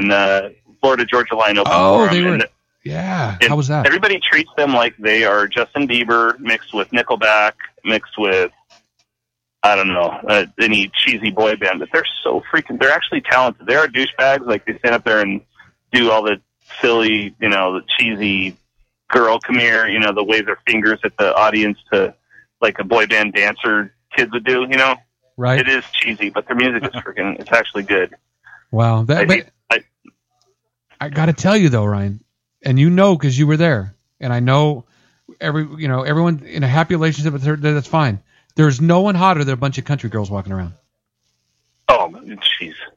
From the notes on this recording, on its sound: Phone call from CFO